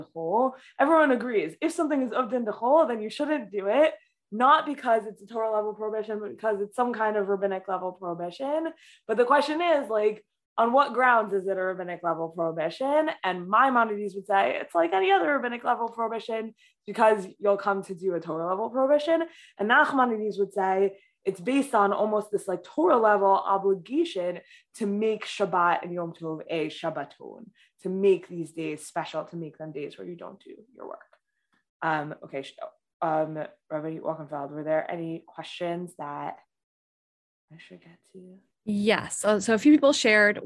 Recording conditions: video call